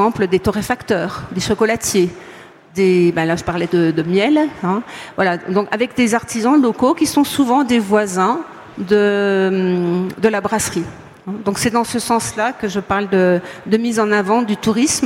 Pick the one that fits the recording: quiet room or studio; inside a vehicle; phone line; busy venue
busy venue